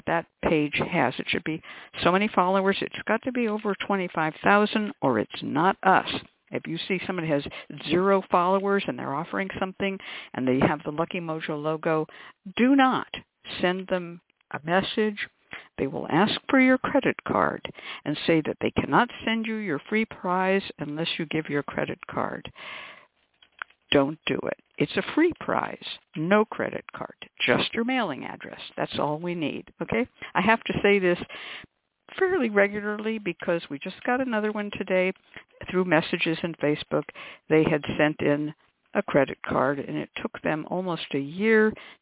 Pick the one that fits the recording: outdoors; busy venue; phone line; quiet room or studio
phone line